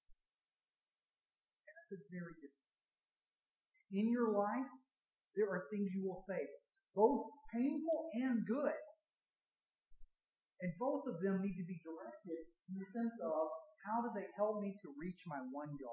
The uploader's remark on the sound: THE SOUND QUALITY IS AWFUL DUE TO A MIC FAILURE